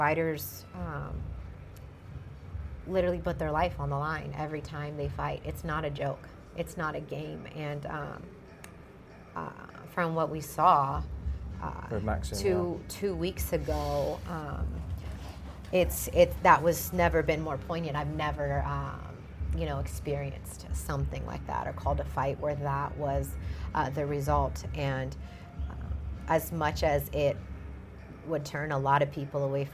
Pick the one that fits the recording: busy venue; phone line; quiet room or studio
busy venue